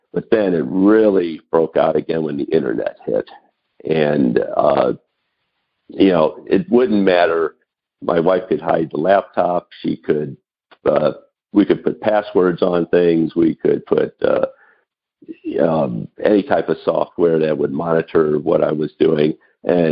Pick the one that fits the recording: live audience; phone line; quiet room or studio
phone line